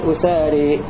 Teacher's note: والإمالة لأبي عمرو والكسائي أساري